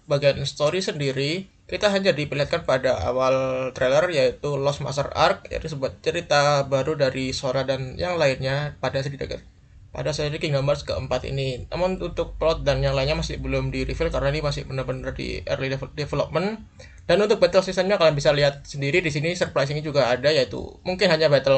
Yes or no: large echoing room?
no